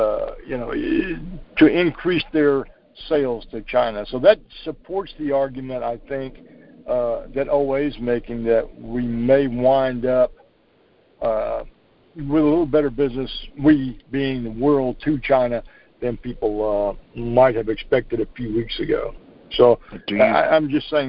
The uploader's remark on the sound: Monthly Conference Call